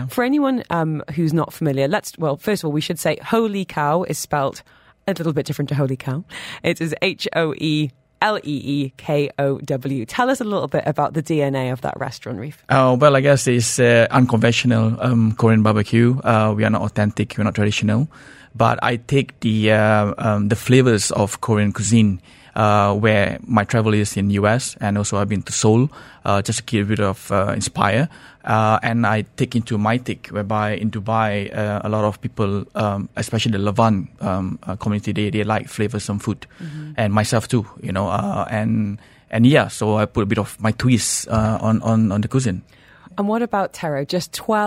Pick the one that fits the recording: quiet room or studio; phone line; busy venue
quiet room or studio